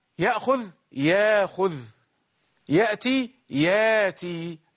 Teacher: الهمزة ساكنة، أبدله عنه حرف مد حالة كونك مسكنا للهمزة، أو مسكنا حالة كون الهمزة ساكنة. · Term: الإبدال